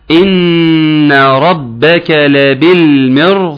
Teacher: إن طبعا حرف غنة مشدد يغنى مقدار حركتين